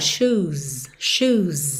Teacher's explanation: These vagabond shoes, these vagabond shoes. E a gente ouve esse som do S que parece um pouco Z, porque vem depois de som de vogal, shoes, shoes, bem alongadinho, com … cantando.